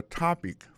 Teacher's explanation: aksan ton ek la tombe sou premier syllabe la